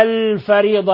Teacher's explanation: اللام لم تضغم في الحرف الذي بعدها ظهرت اللام ظهور لام القمر · Term: لام قمرية